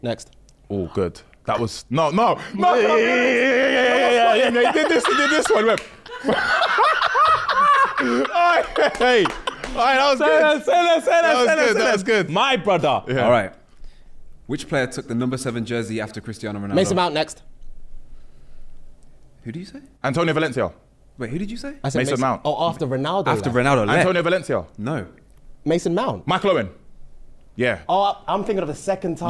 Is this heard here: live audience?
yes